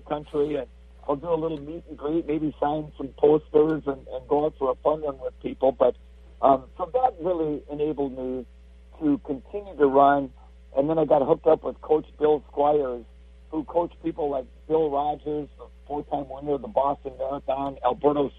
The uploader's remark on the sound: Please note, in these days of social distancing, we had to do this via cell phone. The quality isn't always great.